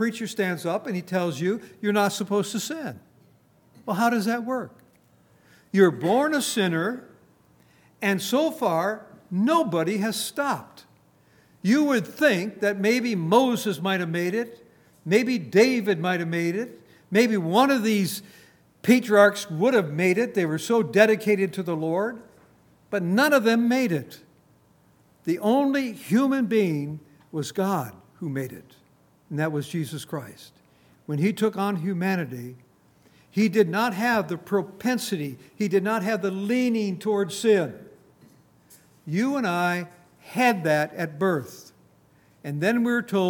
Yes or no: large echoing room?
yes